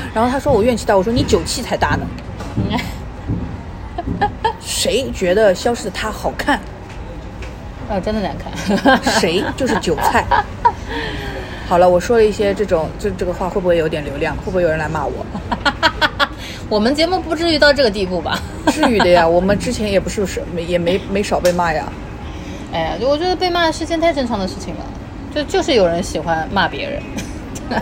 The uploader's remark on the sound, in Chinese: 本次录制花费：坐在路边喝另茶。